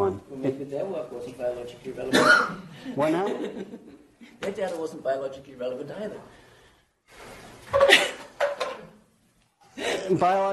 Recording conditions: live audience